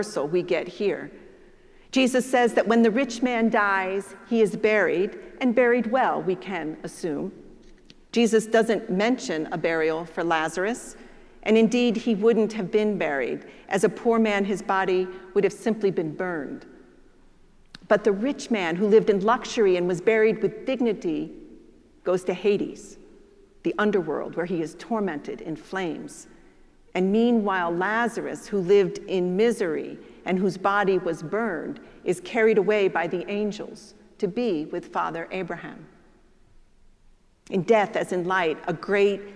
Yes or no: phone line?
no